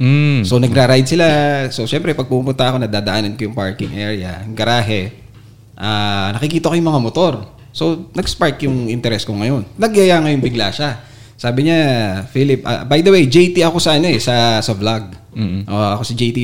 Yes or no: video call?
no